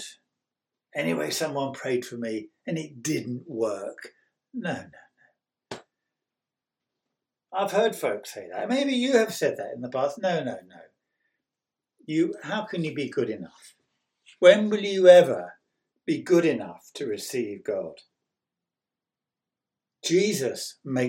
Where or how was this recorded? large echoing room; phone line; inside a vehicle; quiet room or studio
large echoing room